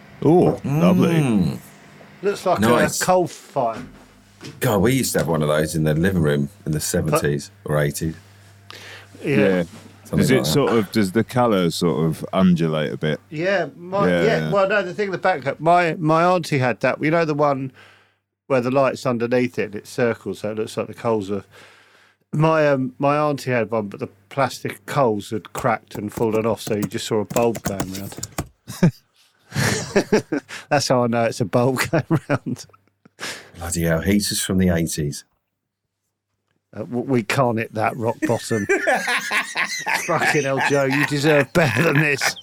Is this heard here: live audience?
no